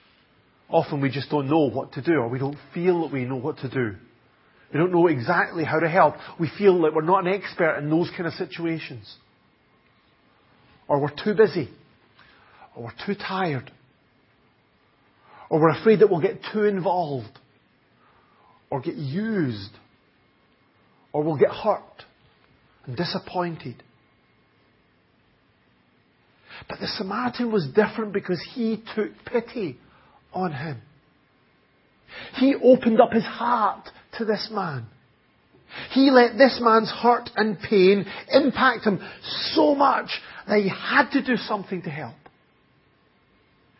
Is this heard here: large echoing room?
yes